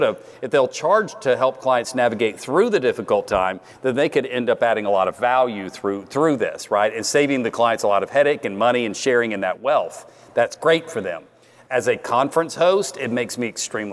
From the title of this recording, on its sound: Live from Scaling New Heights